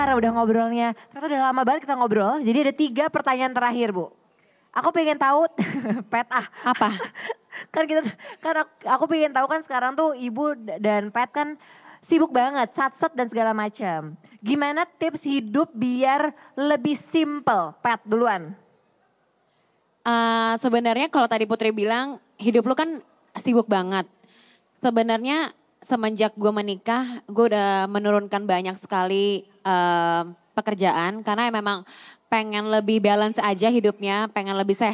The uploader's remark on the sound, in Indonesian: Special Live On Stage di Kota Surabaya. Di kota terakhir ini, kita hadir di Ciputra World Mall, Surabaya.